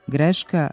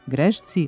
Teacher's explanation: U dativu i lokativu jednine imenice ženskog roda k ispred i prelazi u c, što je glasovna promjena koja se zove sibilarizacija ili druga palatalizacija · Shown in: second take